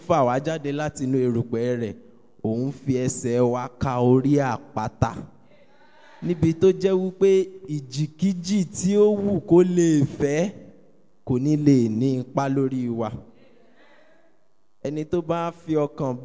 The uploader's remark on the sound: Preached at an early morning prayer meeting at TAC Powerline District in 2015.